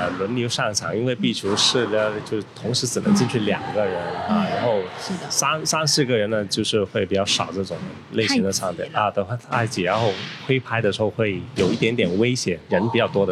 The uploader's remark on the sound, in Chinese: 位于佛山地区的番茄壁球会。由于本期节目为户外采访，收录时球场环境噪音较大。